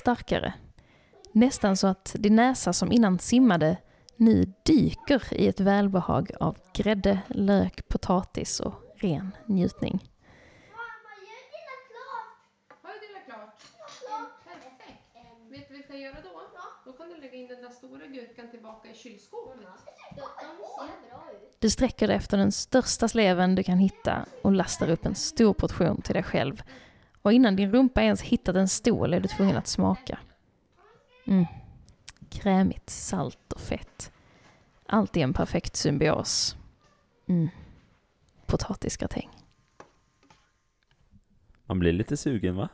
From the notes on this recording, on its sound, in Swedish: fick låna ljudet av er matlagning till introt!